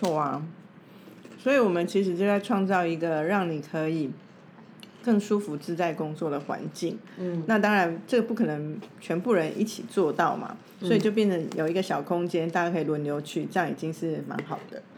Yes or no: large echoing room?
no